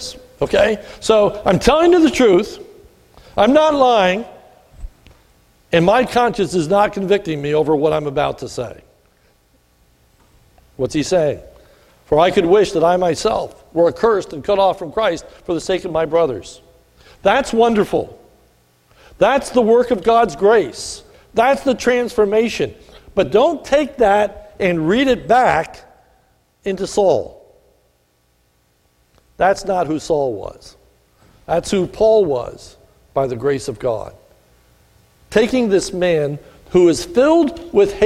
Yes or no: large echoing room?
yes